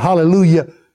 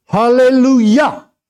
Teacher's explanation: Hallelujah is spelled the same way, that's the first word you'd say, but it's pronounced not hallelujah, the emphasis is not on the Lu, it's on the Yah, it's on the name of God. · Shown in: second take